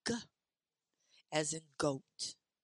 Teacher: The hard G is a voiced sound.